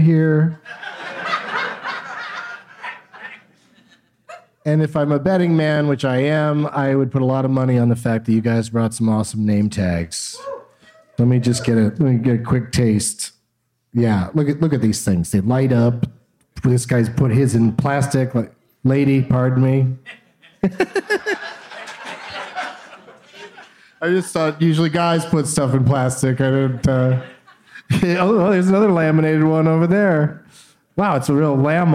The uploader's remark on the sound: Live from Goodnights Comedy Club in Raleigh.